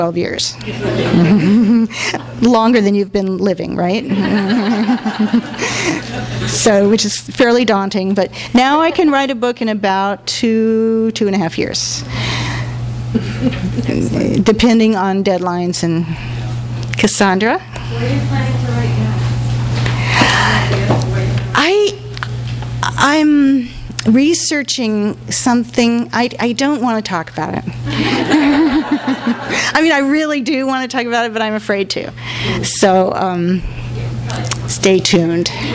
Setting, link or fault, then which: setting, live audience